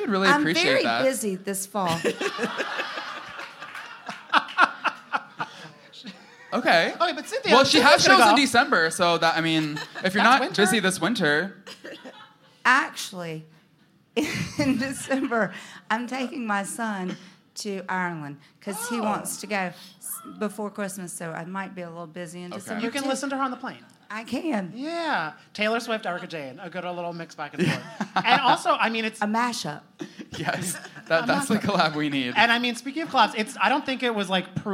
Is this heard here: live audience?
yes